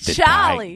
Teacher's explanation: Are you making fun because I dropped the R?